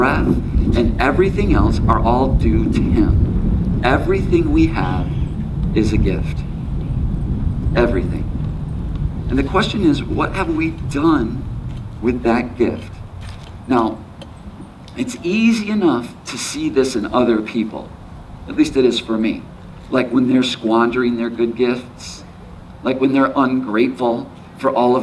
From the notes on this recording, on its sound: There is some wind from the outdoors that was captured during this gathering.